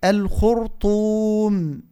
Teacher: الخاء حرف استعلاء الراء في مقام تفخيم الطاء حرف استعلاء